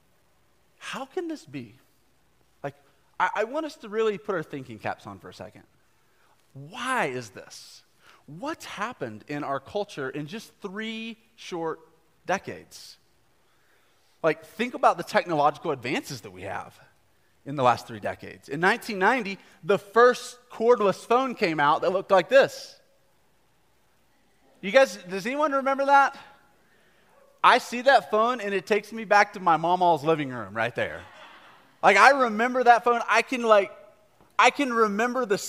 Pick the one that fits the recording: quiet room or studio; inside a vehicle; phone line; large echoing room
large echoing room